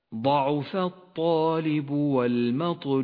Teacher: والواو لونت بالبرتقالي إشارة إلى المد العارض للسكون، تمد بمقدار حركتين أو أربع أو ست حركات جوازا. والباء لونت بالأزرق الفاتح إشارة إلى صفة القلقلة، هي مضمومة نعم ولكنها سكنت بسبب الوقف